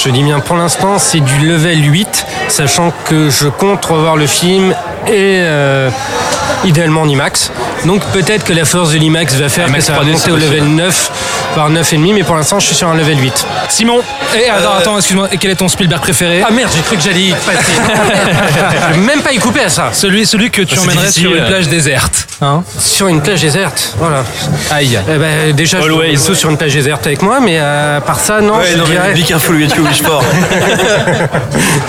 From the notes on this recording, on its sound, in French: Enregistré au Grand Bréguet (17 Rue Breguet, 75011 Paris)